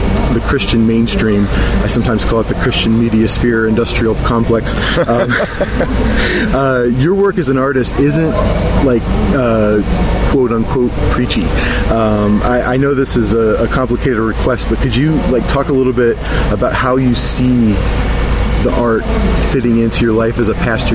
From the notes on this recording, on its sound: At the 2016 Wild Goose Festival in Hot Springs, NC